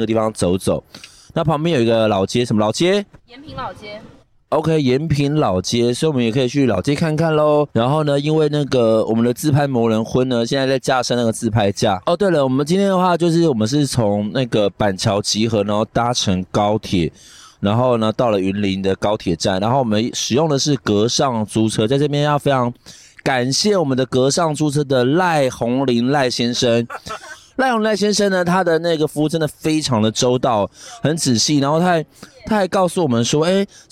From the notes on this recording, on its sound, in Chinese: 這次深夜說繪話到雲林拜財神之旅，隨著我們一路邊走邊錄音，。還有採訪到當地不同店家的人物。